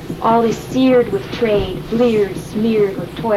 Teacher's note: I mean, you listen to the internal rhymes, the long E's that he rhymes with the vowels on the insides of the words rather than with the last word of each line